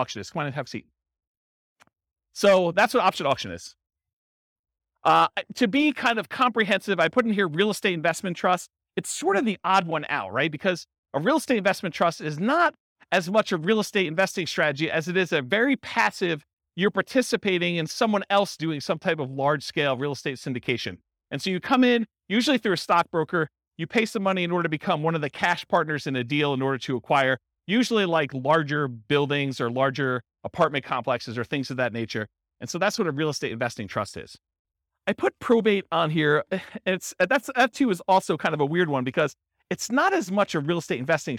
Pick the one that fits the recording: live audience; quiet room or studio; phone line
live audience